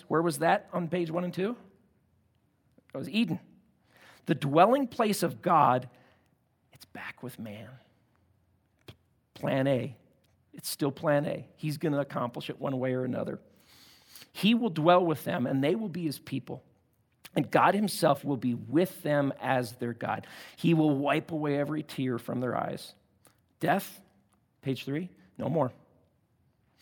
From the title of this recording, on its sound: at Timberline Church